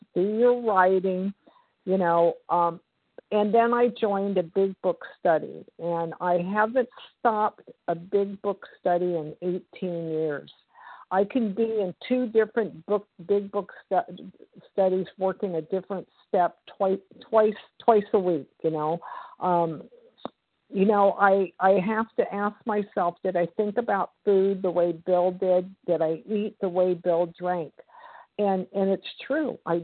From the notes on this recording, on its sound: from the 100 Pounders Phone Meeting, 3/14/23